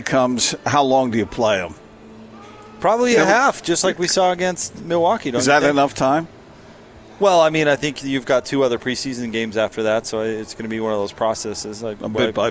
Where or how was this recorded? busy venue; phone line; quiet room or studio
busy venue